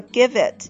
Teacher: 这个 V 就可以和后边的这个 it 连在一起 · Term: 连读